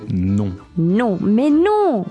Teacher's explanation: when you say no in French, you say it in your nose. So instead of no, you say non.